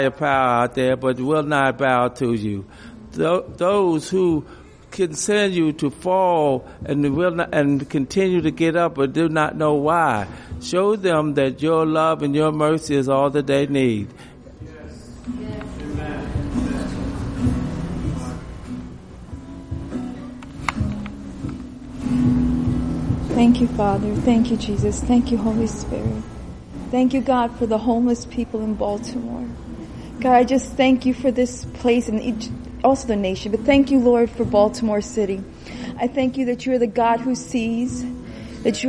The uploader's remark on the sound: This recording will bring you into our gathering